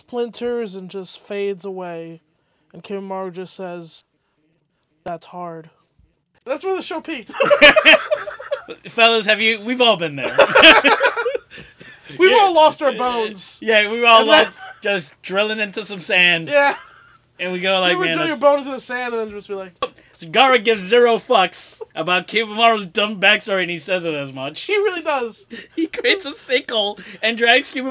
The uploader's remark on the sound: This episode is a little choppy as weve had problems with the recording